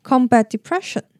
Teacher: 首先 combat depression 这边的 t 可以几乎省略不念，跟后面的 depression 的 d 连在一起 · Term: 连音